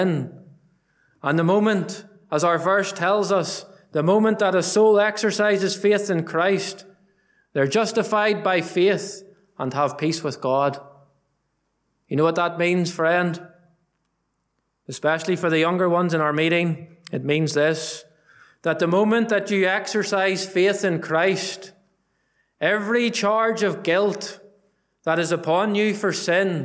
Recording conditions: large echoing room